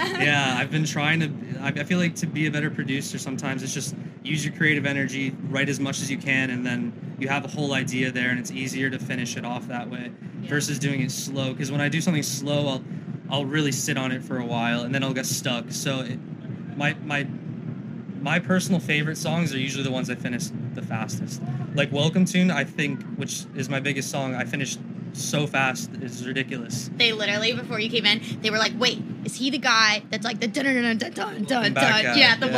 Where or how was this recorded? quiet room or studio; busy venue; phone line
busy venue